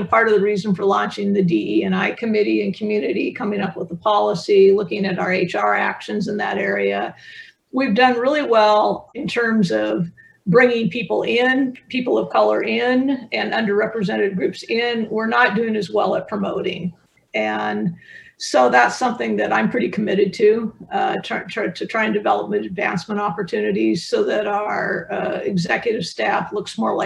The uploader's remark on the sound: In a special conversation, originally hosted at ILPA’s Virtual Summit last fall.